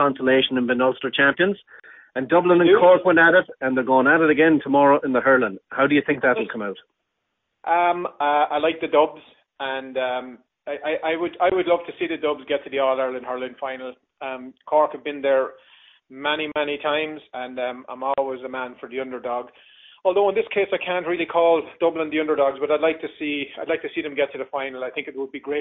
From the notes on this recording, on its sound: Live from the PGA. Call in from the PGA Championship in Rochester NY.